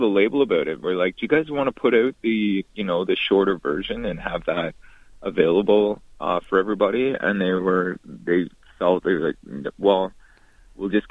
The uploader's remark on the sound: on the phone